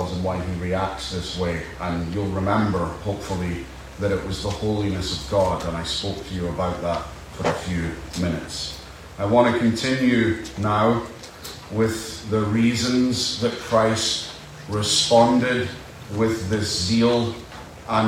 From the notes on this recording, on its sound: Apologies for the poor audio